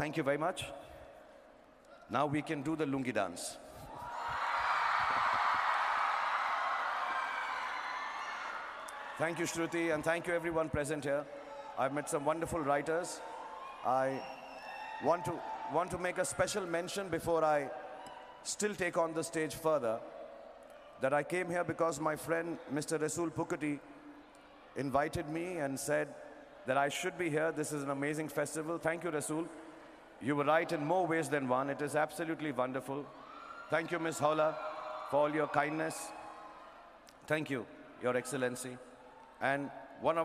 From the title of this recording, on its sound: Global Icon Award at Sharjah International Book Fair Speech